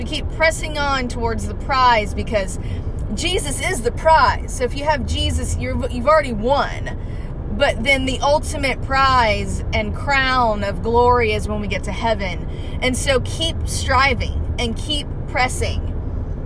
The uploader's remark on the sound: Car recording